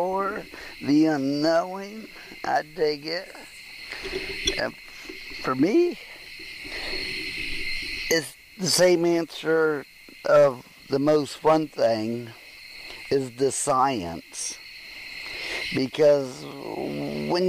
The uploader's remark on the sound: Bigfoot Campfire Roundtable.